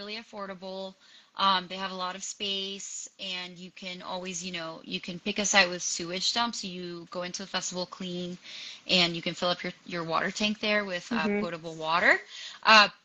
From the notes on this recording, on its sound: Live Q&A. Joining me on this IG live.